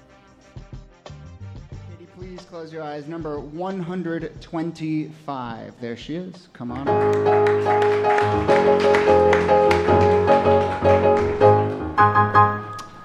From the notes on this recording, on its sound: Ask Roulette is a conversation series in which strangers ask each other questions on stage. This excerpt is from our October regular show at Housing Works Bookstore.